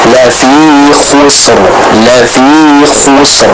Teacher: lafi khusr sama sinnya tipis, ra-nya ditebalkan.